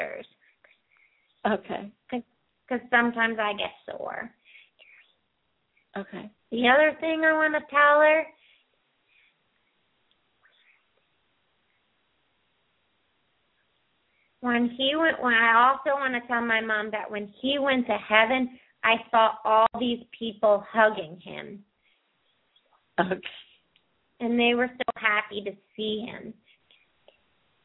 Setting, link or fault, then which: link, phone line